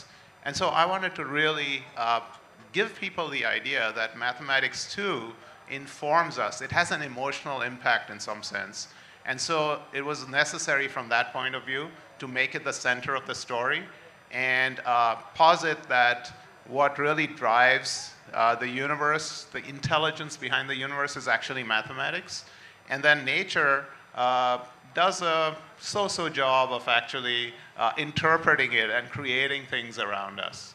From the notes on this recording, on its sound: This episode is a live session from Jaipur Literature Festival 2023!